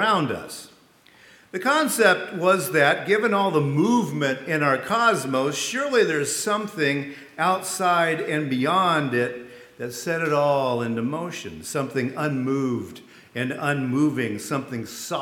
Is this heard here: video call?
no